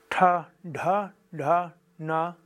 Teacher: bei den Zerebralen ist die Zunge oben und leicht nach hinten. Die werden deshalb auch als Retroflexe bezeichnet.